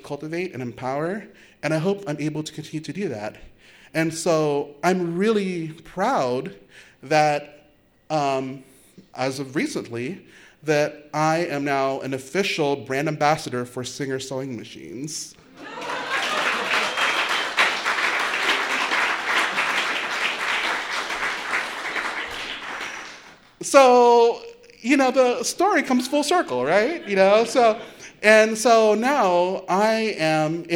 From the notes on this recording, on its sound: It was recorded at the beautiful Wells Theatre in Downtown Norfolk during a WHRO Emerging Talks live storytelling event called “Origin Stories.”